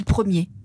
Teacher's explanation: Quand on dit « premier », on n'entend pas le R final